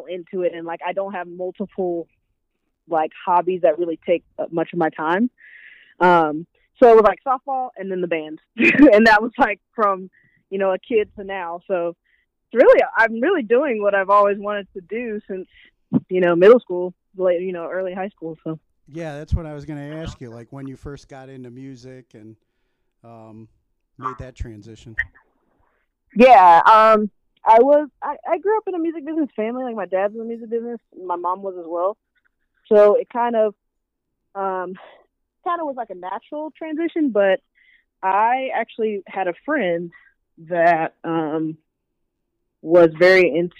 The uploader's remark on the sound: talks over the phone